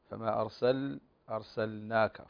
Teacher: فنظهر اللام هنا لأنها مجاورة للنون، ف ننتبه هنا لأنه في الغالب أن اللحن الذي يقع هنا تدغم من اللام في النون، وهذا لحن.